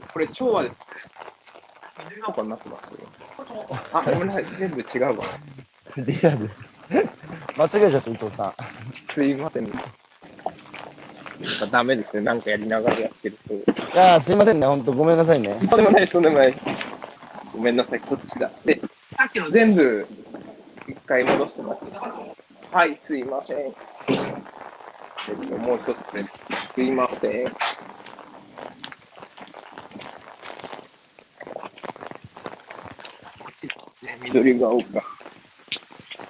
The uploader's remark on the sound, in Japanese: 歩きながら1時間、対談する。